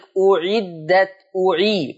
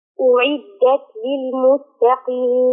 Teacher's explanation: ضم الهمزة وكسر العين